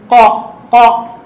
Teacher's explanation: عند قراءة القرآن الكريم ينبغي أن تخرج القاف غير مهموسة